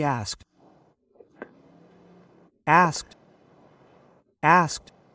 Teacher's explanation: Here the E doesn't sound. It should just sound like the K and the D